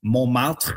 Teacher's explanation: So we have that nasal on in mon, and we don't have that T.